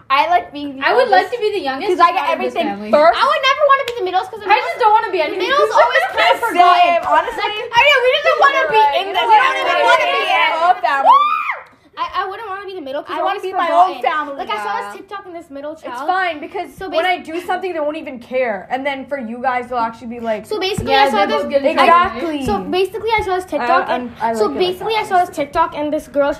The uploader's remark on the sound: Here we have a mini episode full of our hYpEr and loud (RIP headphone users) personalities.